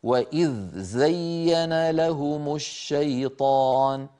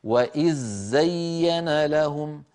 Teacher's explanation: ثقل، وإذ زين، هكذا يقرأها عدد من القراء ومنهم صاحبنا حفص، ومن القراء من يدغم الذال في الزاي · Shown in: second take